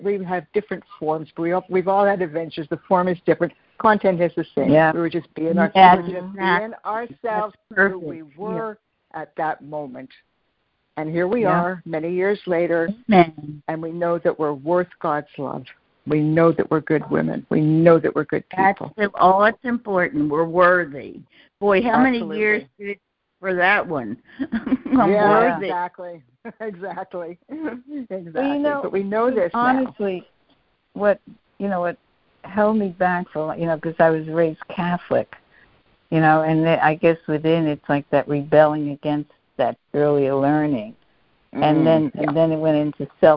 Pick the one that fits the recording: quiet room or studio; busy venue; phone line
phone line